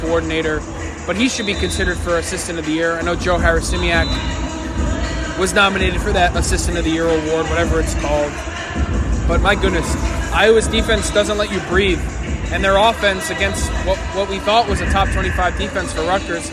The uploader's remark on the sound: Live from Jersey Mike'a Arena. Live from Jersey Mike's Arena ahead of Rutgers victory over Georgetown.